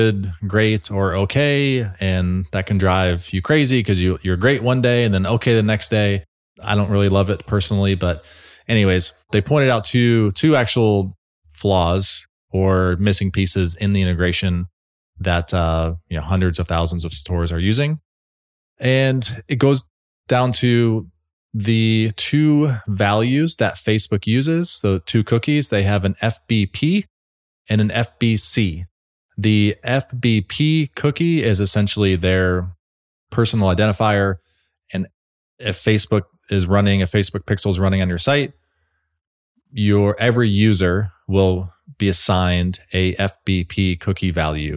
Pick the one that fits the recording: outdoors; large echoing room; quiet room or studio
quiet room or studio